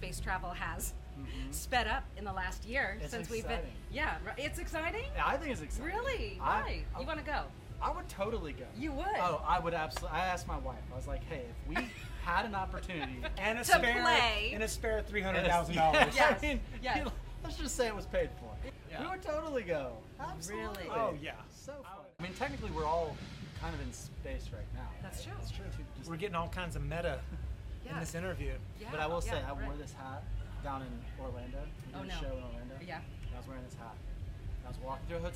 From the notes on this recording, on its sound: Talks backstage at a Festival.